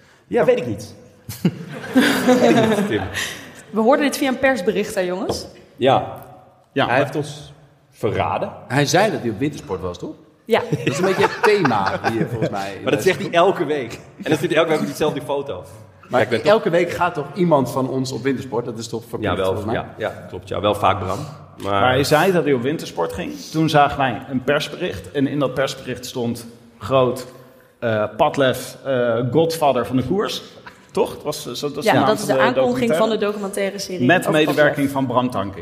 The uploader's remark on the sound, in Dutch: Bij hoge uitzondering kwamen uw favoriete bankzitters van de bank om zich te verplaatsen naar Tivoli Vredenburg. Live opgenomen met velen van jullie in aanwezigheid. En met natjes biertjes tijdens en na.